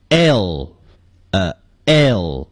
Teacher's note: 这个结尾这个 L，就这个音呢是前屈唇音，嘴唇要稍微向前撅，同时还要收拢一下